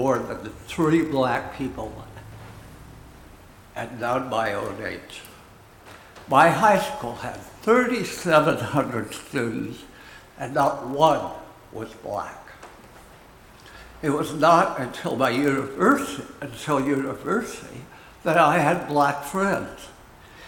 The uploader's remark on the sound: Recorded at Auckland Unitarian Church 23rd July 2023